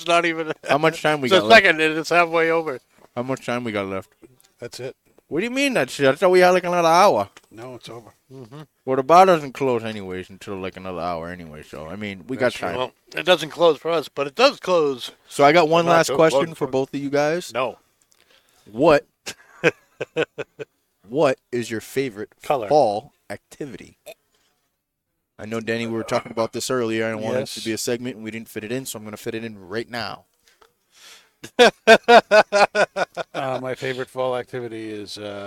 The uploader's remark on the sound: Recorded live from the 7-20-4 Lounge!